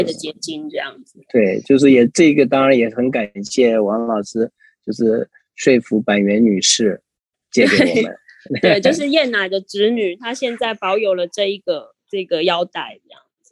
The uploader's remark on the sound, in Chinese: 本集採線上錄製。